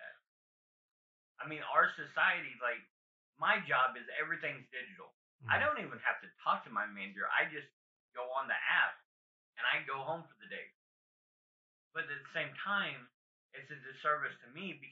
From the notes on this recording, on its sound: We had a malfunction with the audio.